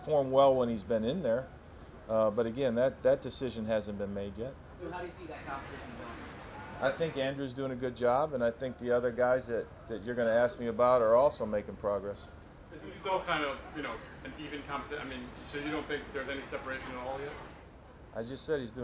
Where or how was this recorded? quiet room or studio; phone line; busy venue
busy venue